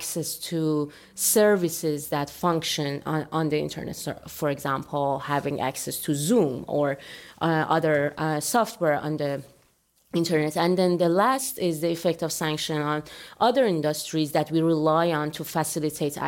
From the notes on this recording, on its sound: Full recording of the session at RIPE 85